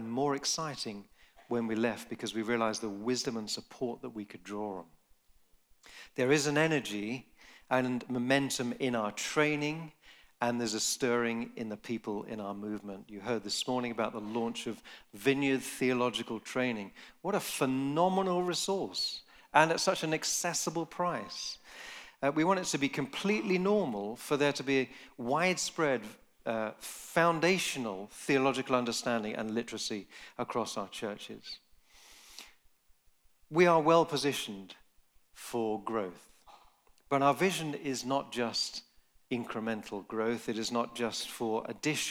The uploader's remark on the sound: Recorded live in Nottingham at the Vineyard Leaders' Gathering 2023.